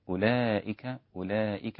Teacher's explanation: هذه الواو التي بعد أولئك أو بعد الهمزة هي ليست واوا منطوقة